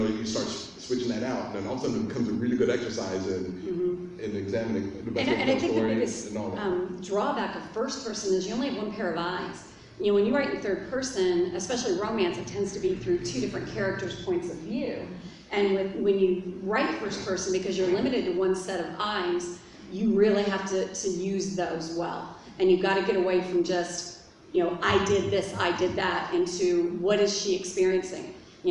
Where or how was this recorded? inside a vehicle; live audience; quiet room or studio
live audience